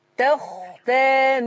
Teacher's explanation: رقق التاء وفخم الخاء